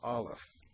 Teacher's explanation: Aleph, accent on that first syllable